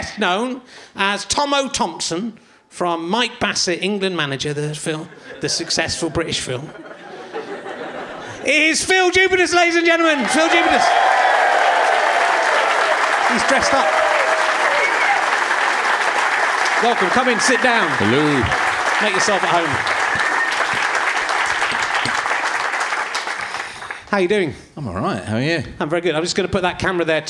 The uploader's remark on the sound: Leicester Square Theatre Podcast